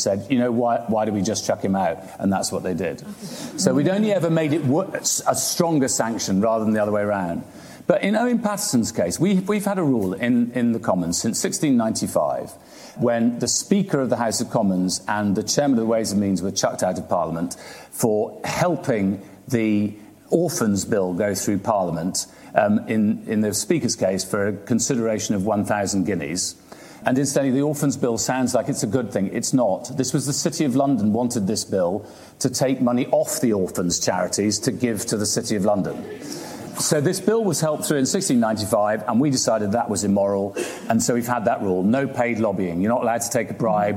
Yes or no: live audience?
yes